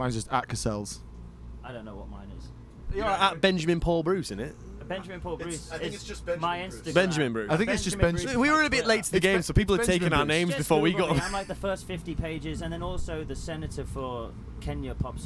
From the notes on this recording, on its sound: Live from the back of a tour bus at "Welcome To Rockville" in Jacksonville, Florida. WARNING: we were all heavily drinking.